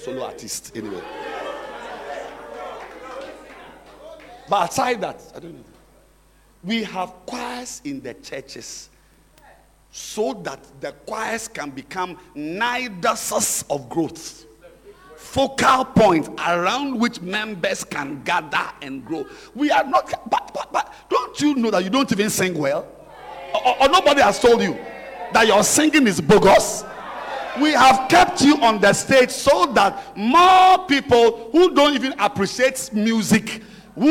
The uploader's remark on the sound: Preached At The Art Of Evangelism Conference